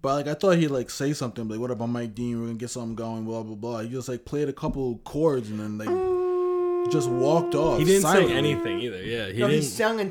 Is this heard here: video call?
no